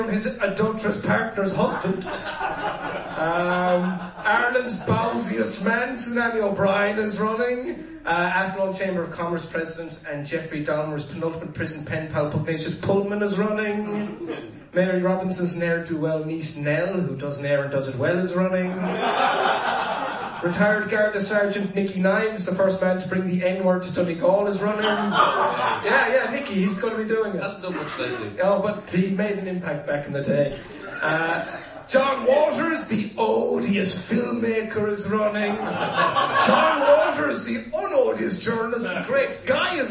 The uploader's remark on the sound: LIVE AT DUBLIN POD FEST 2018